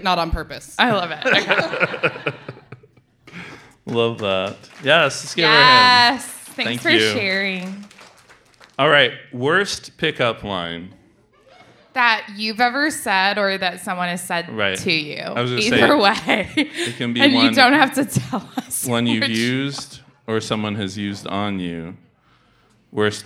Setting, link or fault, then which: setting, live audience